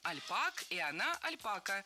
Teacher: Ударение перебралось на второй слог.